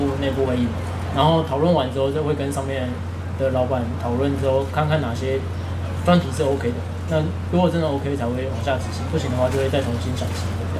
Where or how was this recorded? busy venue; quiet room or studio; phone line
busy venue